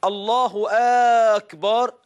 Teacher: بعضهم يدخل ألف بعد باء أكبر فيقول الله أكبر، يا أخي الكبار ده جمع الكبر، والكبر يعني الطبل، اتق الله، هذا خطأ.